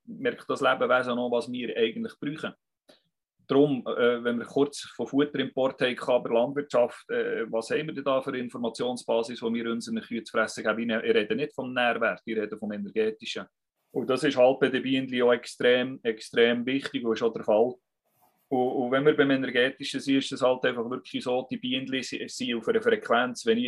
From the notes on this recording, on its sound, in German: Akustische Aufzeichnung der WebKo (Zoom Meeting)